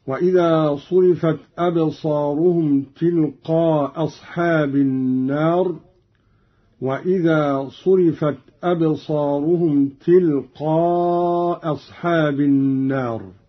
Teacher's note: قرأ قالون بإسقاط الهمزة الأولى، وله على هذا الإسقاط القصر والمد